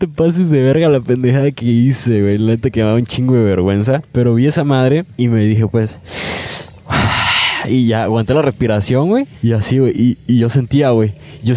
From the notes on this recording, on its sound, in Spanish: GRABAMOS un PODCAST (Especial) en la PLAYA. Nos encontramos grabando en las preciosas playas de Puerto Arista.